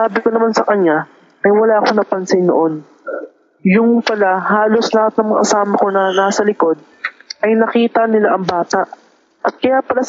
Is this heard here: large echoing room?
no